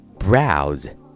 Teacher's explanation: 字母 s 并不是清辅音 s，而是一个浊辅音 z · IPA: [braʊz]